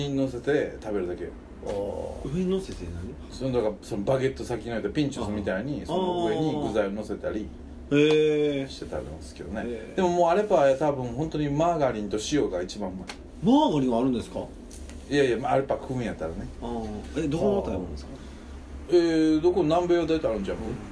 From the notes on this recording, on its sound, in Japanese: 神戸、SPACE DOG!RECORD(お店)より。